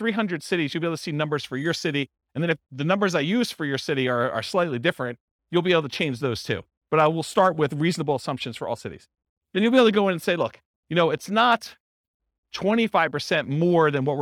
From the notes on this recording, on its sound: This was a live class recorded to give investors a solid overview of the buy and hold real estate investing strategy including short-term rentals. Live in-person version.